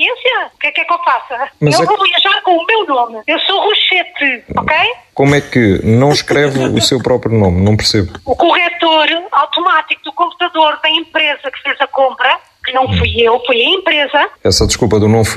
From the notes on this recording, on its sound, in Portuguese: RFM - Telefonema.